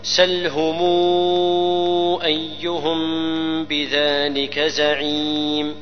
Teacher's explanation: الميم تخفى لوجود الباء · Term: غنة الإخفاء